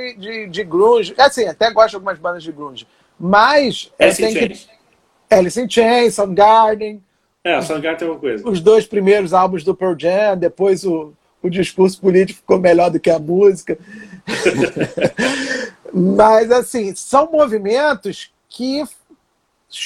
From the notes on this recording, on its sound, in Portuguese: Essa foi a live gravada no Instagram da Zombie One Records